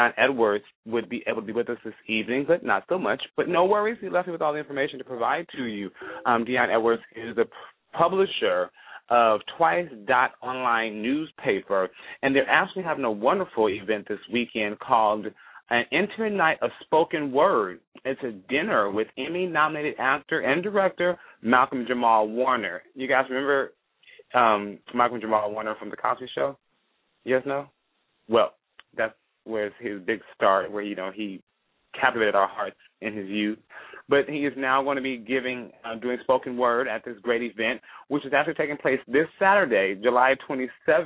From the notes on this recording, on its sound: calling in LIVE from Afghanistan